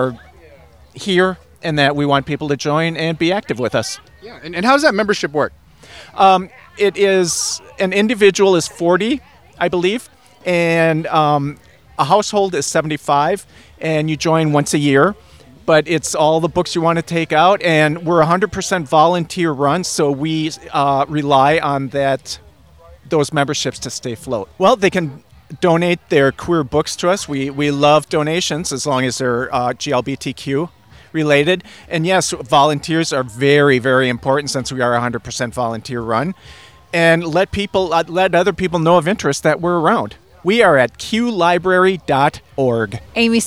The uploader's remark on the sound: On-location at the 3rd annual Golden Valley Pride Festival.